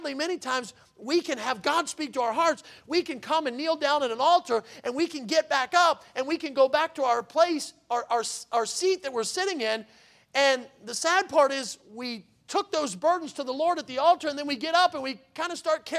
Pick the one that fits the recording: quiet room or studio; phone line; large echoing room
large echoing room